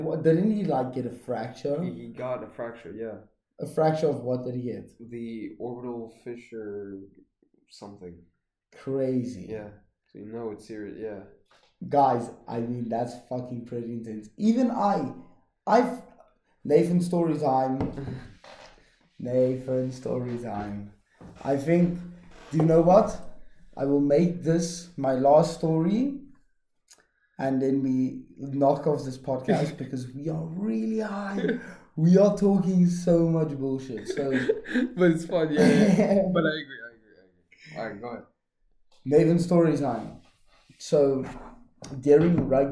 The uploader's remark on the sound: Excuse the bad noise quality my mic was giving problems.